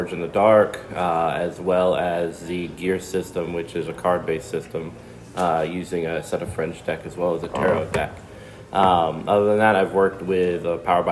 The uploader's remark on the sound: Converting Game Systems Workshop - live at GenCon. Editor Note: I truncated most of the silences in this recording.